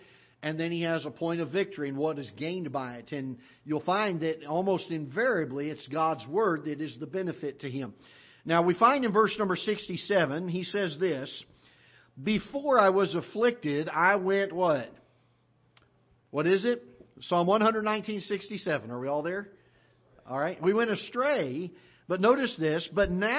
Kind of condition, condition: setting, large echoing room